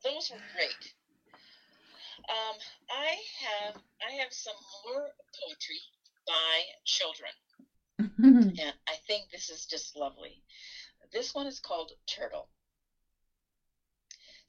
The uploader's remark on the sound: Please bear with us as we figure out the logistics of recording while Stay At Home orders are in place due to COVID-19. Sound quality for this recording is not the best.